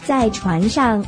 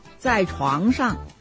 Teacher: 船跟床都是用鼻音的，但船呢是前鼻音，收音的时候舌尖要往上顶住